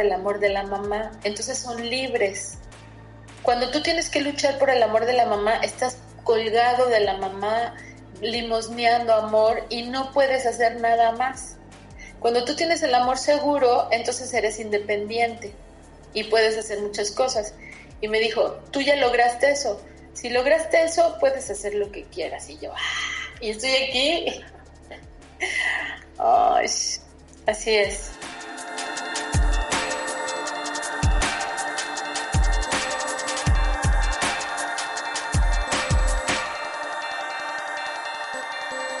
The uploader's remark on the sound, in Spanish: Hicimos este podcast por video llamada, por eso el sonido no es claro. Ella está en Suiza.